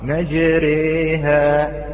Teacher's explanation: الإمالة الكبرى أن تقرب الألف إلى الياء، وعندما نقول ألف إلى الياء فلا بد أن ما قبلها مقرب من الفتحة إلى الكسرة.